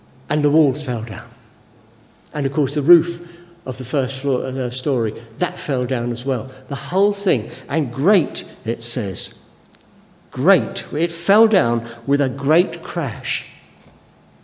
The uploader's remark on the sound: Given during the Oasis Church Live Stream